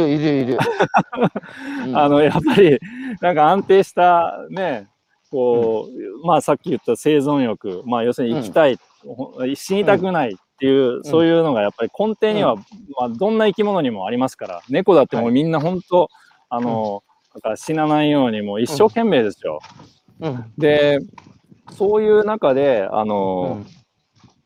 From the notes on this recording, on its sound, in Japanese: 歩くラジオ。歩きながら1時間、対談する。